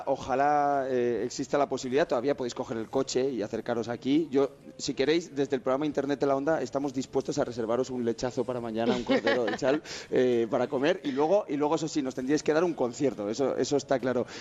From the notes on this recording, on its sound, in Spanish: Desde Aranda de Duero, en el festival de Sonorama